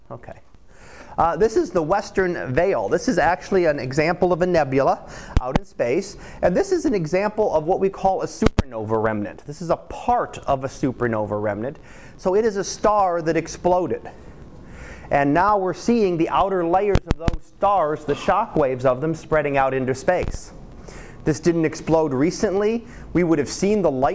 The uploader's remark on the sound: Live Class Lecture